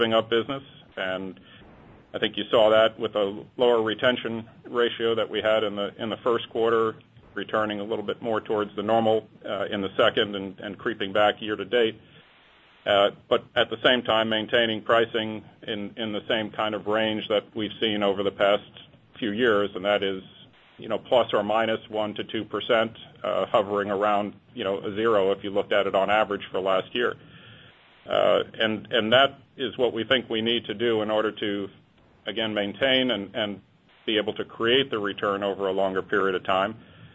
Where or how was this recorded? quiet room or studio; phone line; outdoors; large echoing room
phone line